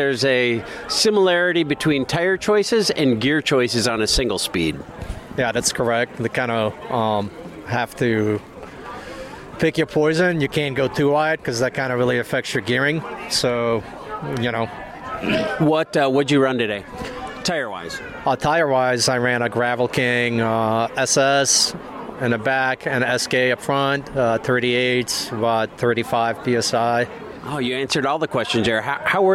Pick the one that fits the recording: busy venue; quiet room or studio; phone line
busy venue